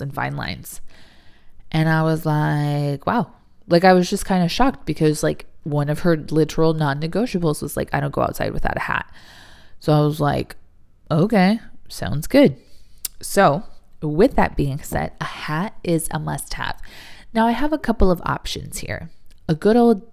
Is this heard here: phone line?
no